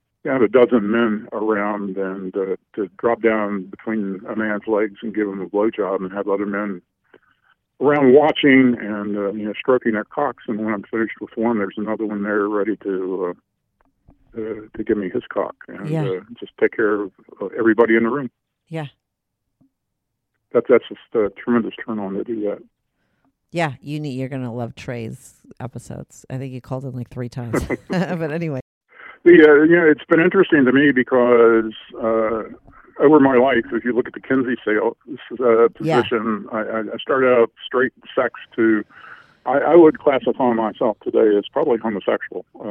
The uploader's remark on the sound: he called in to talk all about it